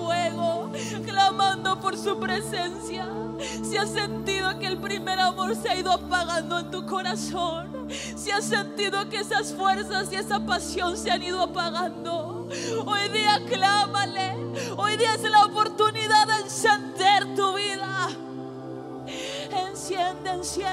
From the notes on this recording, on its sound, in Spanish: Musica Grabada en Vivo de Casa de Alabanza - Reuniones Generales.